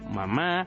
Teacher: Las vocales más tempranas son la A, por ser la más abierta y fácil de emitir, y la M es una consonante bilabial nasal que se produce cerrando los labios sin esfuerzo complejo